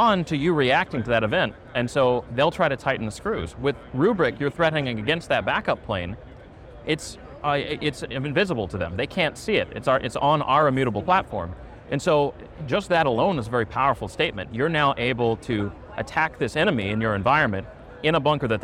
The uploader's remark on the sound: an Interview in Action live from HIMSS 2023